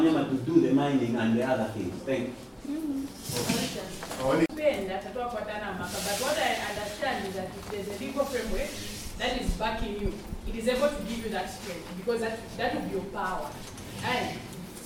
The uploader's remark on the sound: You’ll hear recordings from a few moments during our time at the Town Hall Meeting in Lufwanyama, Zambia focused on mining, natural resources and extractivism.